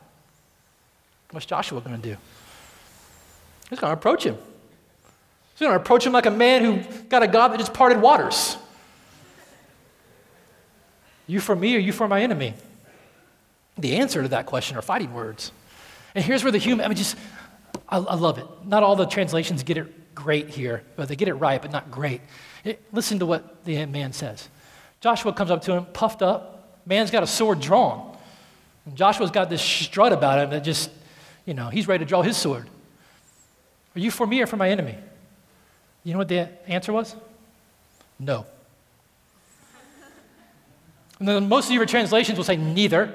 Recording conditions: large echoing room